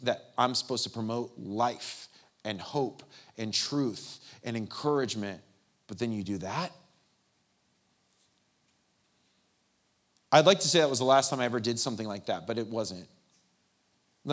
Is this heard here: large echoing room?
yes